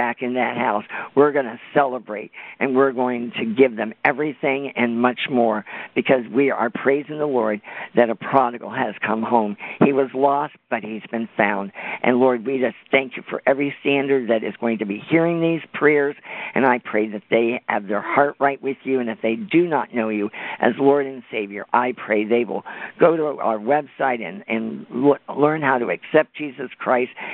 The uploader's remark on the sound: CONFERENCE CALL